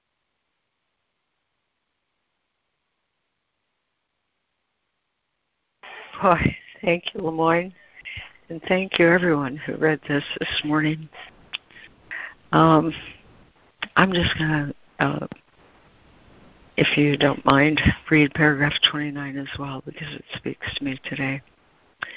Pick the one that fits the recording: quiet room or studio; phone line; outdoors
phone line